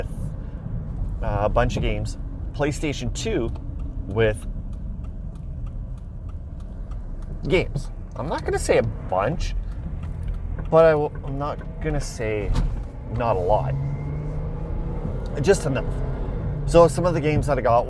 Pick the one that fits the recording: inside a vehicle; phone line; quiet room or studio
inside a vehicle